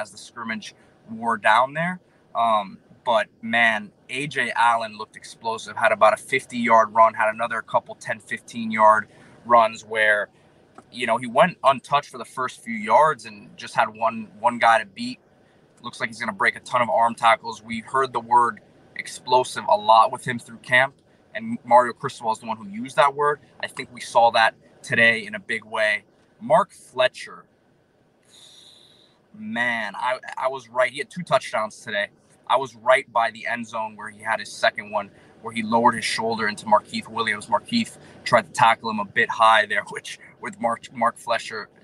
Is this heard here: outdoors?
yes